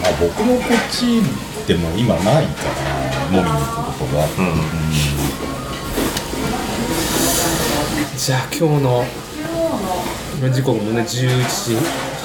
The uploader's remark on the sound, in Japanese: 屋外収録。名古屋駅に飲みにいこう！いつもの指向性マイクではなくXYマイクでの収録となっています。広いレンジによる街の臨場感をお楽しみください。